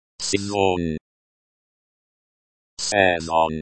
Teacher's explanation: Sezon, with the stress on the second syllable.